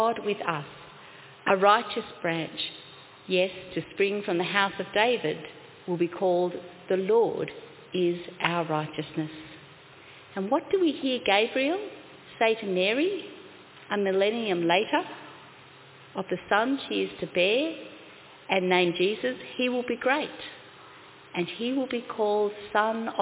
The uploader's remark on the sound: Congregation: Carlton 10am (Service of Baptism and Confirmation).